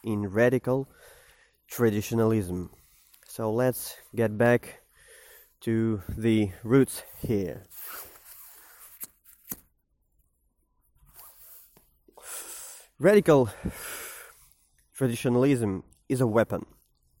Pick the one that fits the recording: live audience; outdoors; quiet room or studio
outdoors